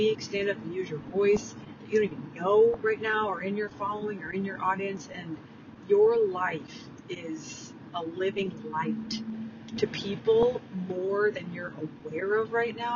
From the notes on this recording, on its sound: Please bear with my sound quality as I was driving to pick up my Dad when I recorded this episode.